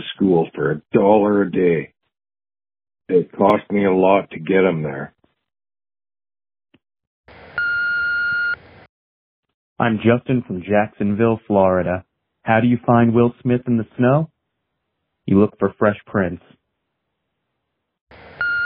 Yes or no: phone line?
yes